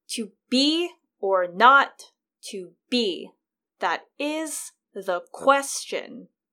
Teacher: So you have there unstressed, stressed, unstressed, stressed, unstressed, stressed. · Term: iambic foot